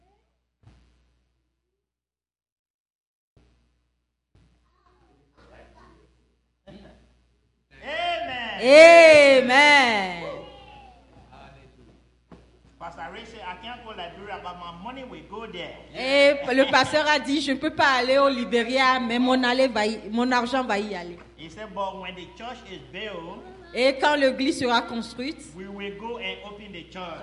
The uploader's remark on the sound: Celebration of Praise and Worship Service